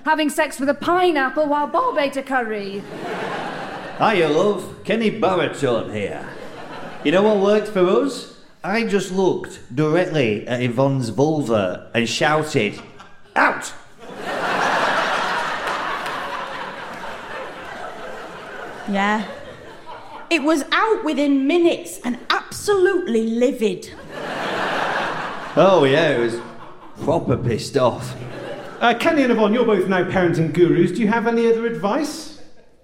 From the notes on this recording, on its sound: Live At London Agrimedia Con 2023. A live show which took place at London Agrimedia Con 2023.